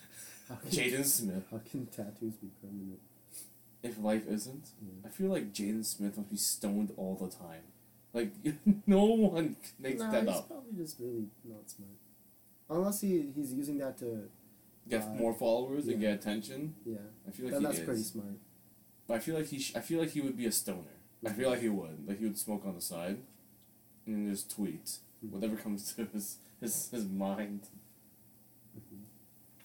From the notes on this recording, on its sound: Old unreleased episode with old sound.